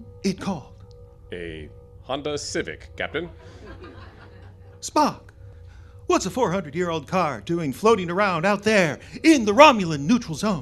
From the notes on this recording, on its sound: recorded before a live audience at The Salty Jester